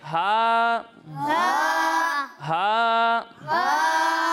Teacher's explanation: जब हम हा की अदायगी करेंगे तो इसे हलक के दरमियाने हिस्से से पढ़ेंगे